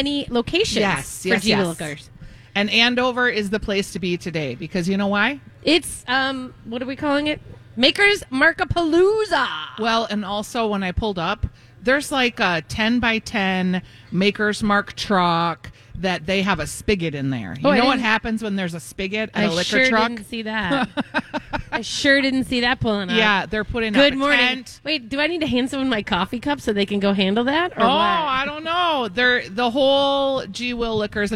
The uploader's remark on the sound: live at G-Will Liquors in Andover!